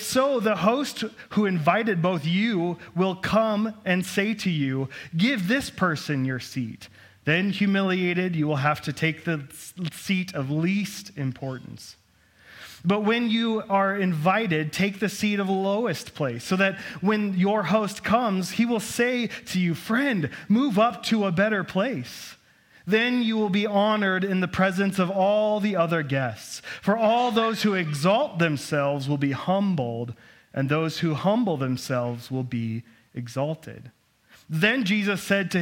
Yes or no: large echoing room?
yes